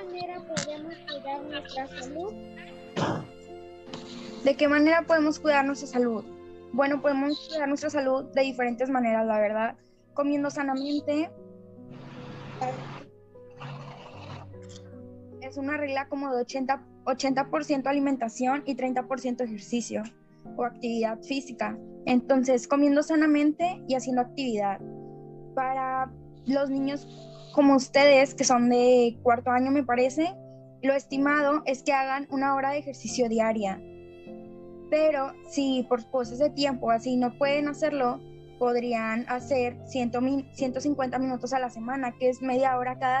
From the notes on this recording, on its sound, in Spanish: Entrevista grupal realizada vía zoom por alumnos de cuarto grado.